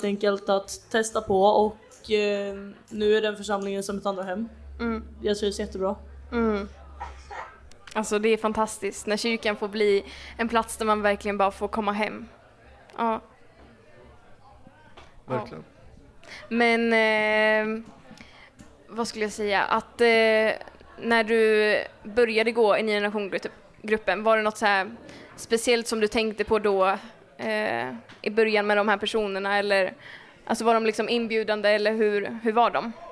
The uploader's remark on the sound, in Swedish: Kristen i skolan-podden kör live från vårt turnerande event Äkta - denna gång från Kalmar. Till sin livepoddsoffa.